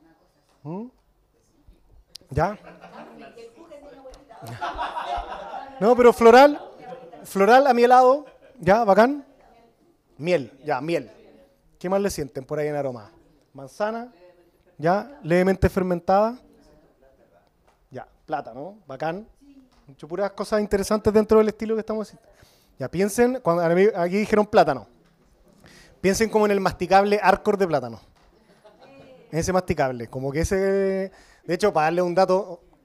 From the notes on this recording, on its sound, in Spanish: Seguimos con los conversatorios en vivo, con público y en la tremenda Cervecería Intrinsical Av. Brasil 88, Metro Los Héroes, Santiago .